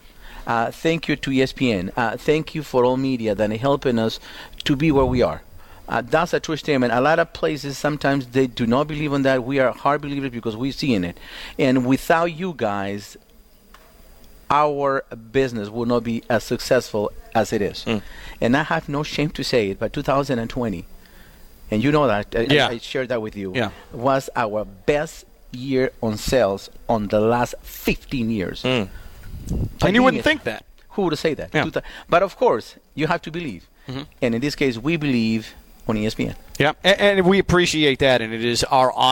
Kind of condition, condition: setting, busy venue